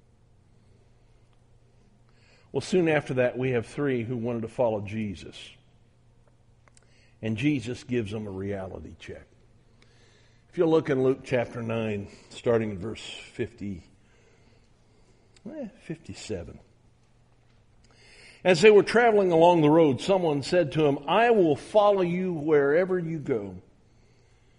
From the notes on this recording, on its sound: at the Southwest Church of Christ in Omaha, Nebraska